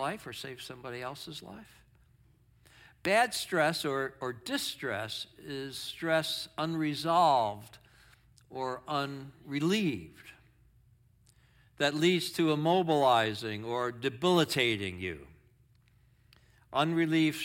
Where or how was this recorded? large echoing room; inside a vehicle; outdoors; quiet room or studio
large echoing room